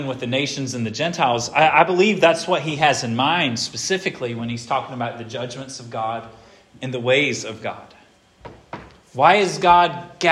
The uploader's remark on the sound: This sermon was preached at Hope Fellowship